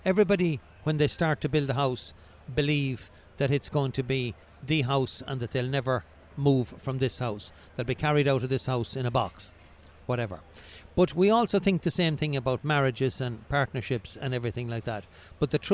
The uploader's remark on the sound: We caught up with him at Selfbuild Live Belfast